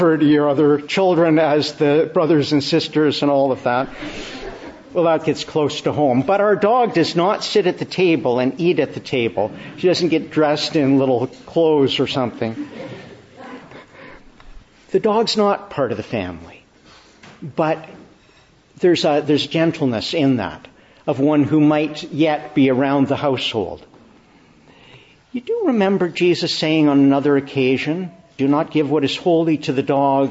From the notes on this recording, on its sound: Morning Service. Preached in the Annunciation of the Blessed Virgin Mary, Ottawa.